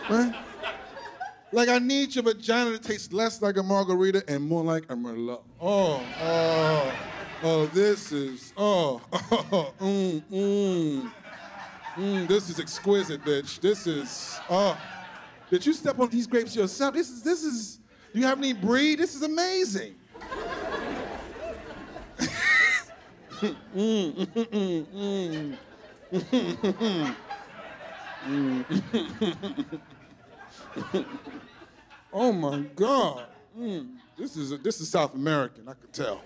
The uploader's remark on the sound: hour special shot on location at NYC's Westside Comedy Club